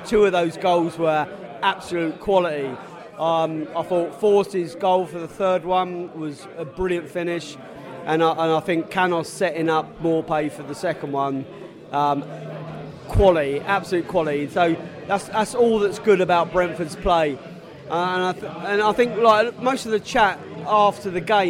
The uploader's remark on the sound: post-match podcast from the pub